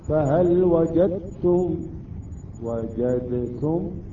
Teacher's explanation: الدال تحذف بالكامل والتاء تصبح مشددة · Term: إدغام متجانس